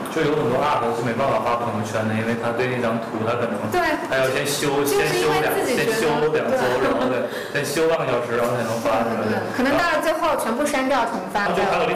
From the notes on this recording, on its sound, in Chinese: 天很冷，录音很粗糙